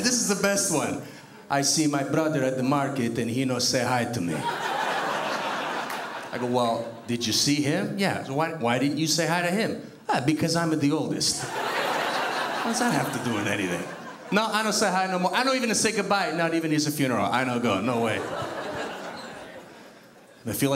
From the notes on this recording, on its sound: stand up from the Just For Laughs Festival in 2011